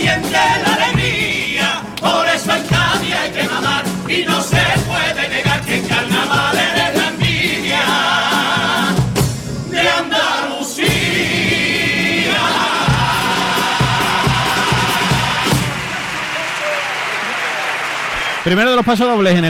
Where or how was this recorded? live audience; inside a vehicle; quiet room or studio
live audience